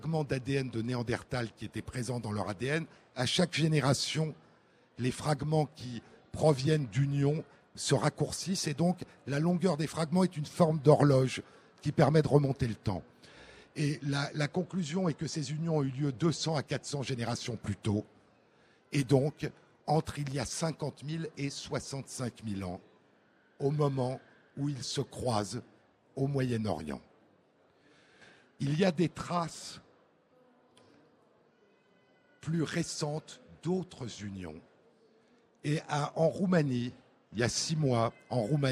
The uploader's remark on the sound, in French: en direct à Livre Paris